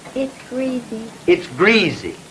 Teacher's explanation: pronounce it greasy with a z